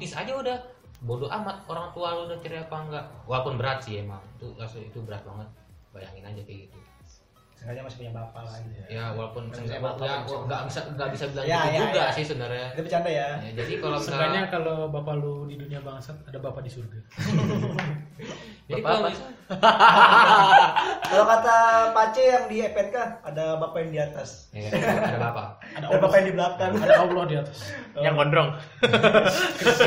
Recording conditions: echo